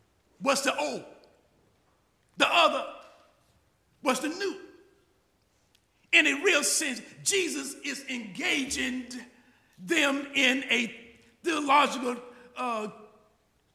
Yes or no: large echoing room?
yes